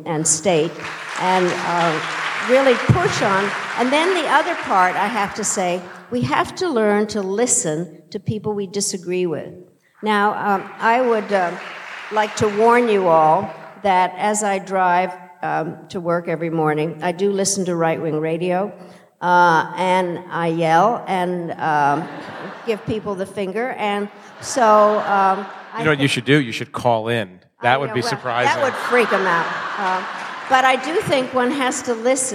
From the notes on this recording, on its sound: In a conversation on stage at Sixth & I